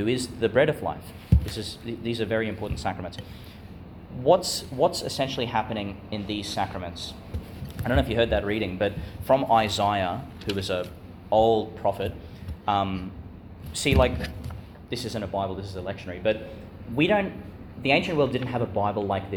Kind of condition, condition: setting, large echoing room